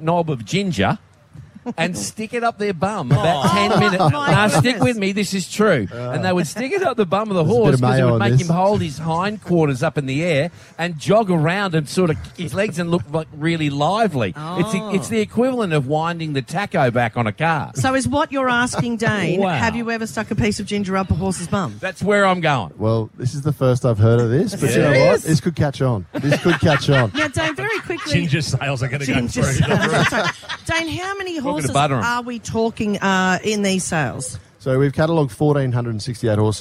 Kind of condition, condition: setting, outdoors